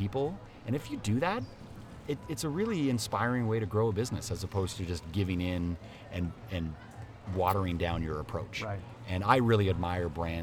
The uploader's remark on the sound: The skucamp experience live from The Ace.